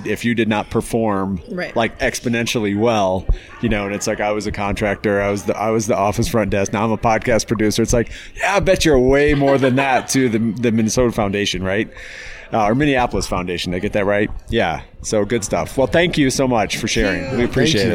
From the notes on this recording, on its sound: at the Staffing World 2021 conference in Denver